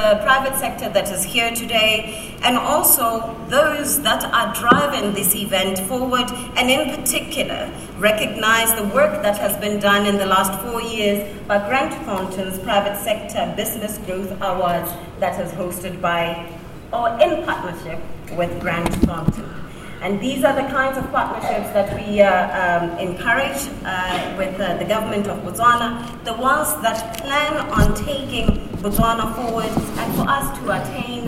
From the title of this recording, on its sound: Remarks at The Global Expo 2018 Official Opening